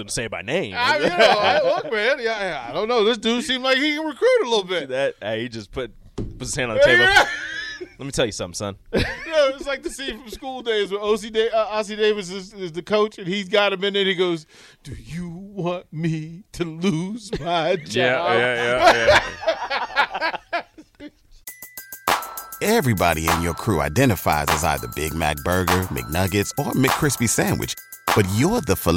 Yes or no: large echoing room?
no